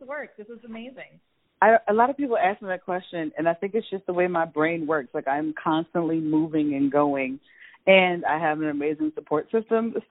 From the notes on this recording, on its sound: joins the podcast via phone